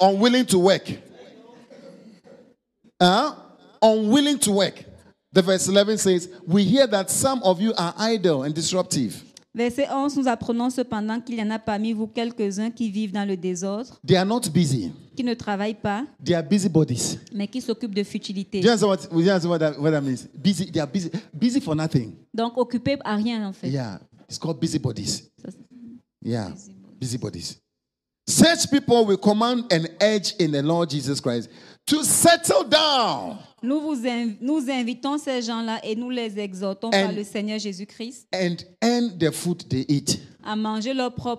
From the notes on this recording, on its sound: Preached during Joyful Hour Sunday Service Rabat